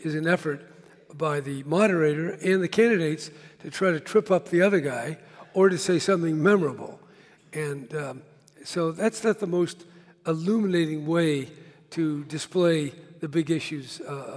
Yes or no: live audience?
yes